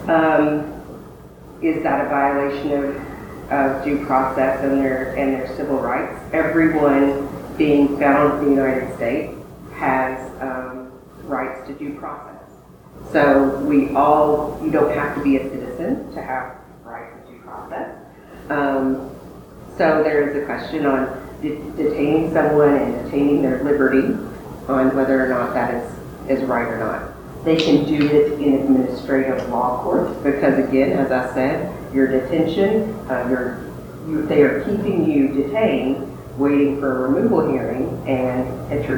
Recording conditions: poor sound quality